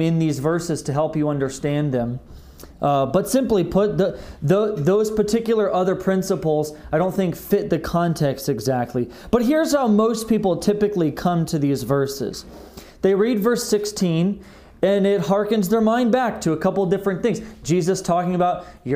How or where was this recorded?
large echoing room